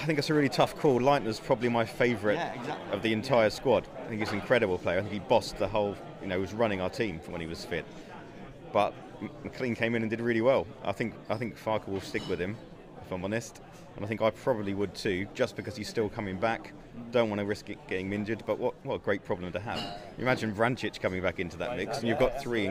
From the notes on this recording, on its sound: The PinkUn Show is LIVE from Carrow Road